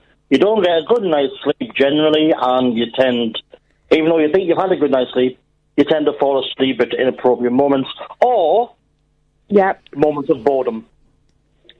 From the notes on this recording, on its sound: Joined on the phone.